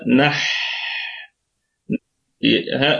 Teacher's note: نحن الكلمة كلها مرققة، ونراعي في حرف الحاء صفة الهمس وصفة الرخاوة